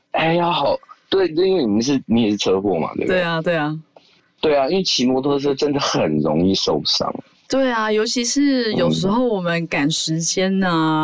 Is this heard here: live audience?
no